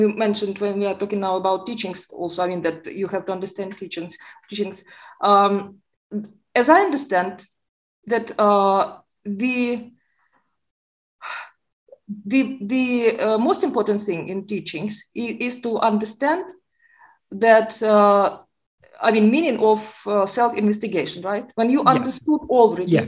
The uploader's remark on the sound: In a Zoom meeting of the ‘Ramana Maharshi Foundation UK’ on 8th October 2022